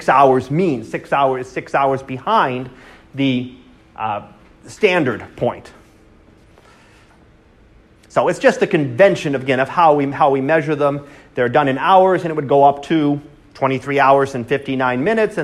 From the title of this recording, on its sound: Live Class Lecture